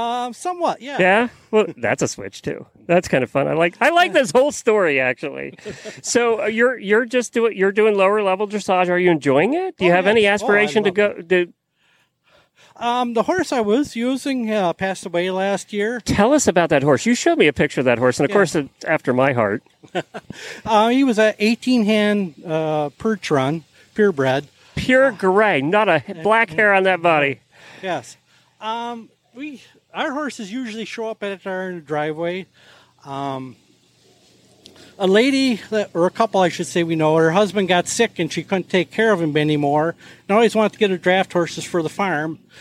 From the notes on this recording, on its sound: Road Show. Truck in a parking lot in Norwalk, OH.